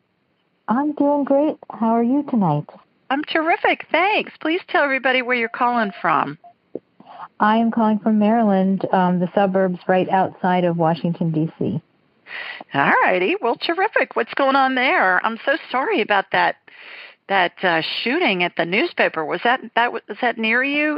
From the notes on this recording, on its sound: several callers from all over North America